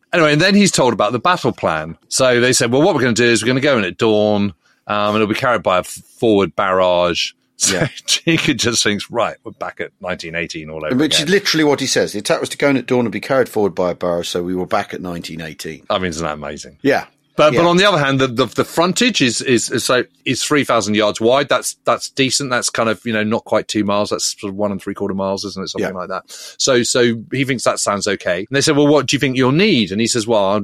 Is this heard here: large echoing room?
no